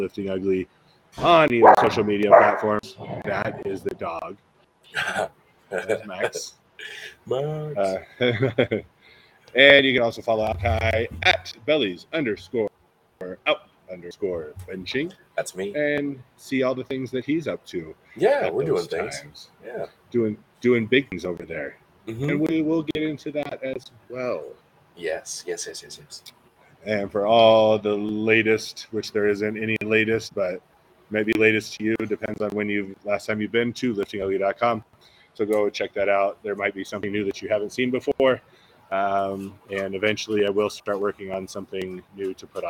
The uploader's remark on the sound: Live from the new Industry Strength